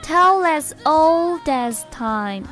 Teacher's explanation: 他唱的时候这个 old 出现了重读。